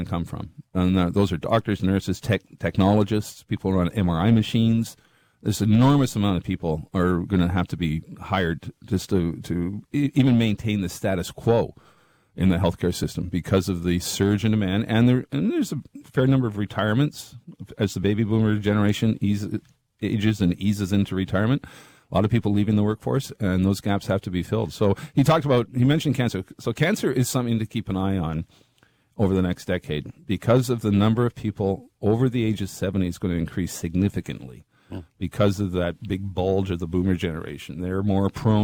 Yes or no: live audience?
no